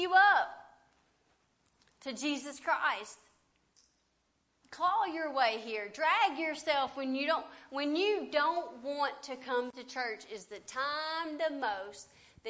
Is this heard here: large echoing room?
yes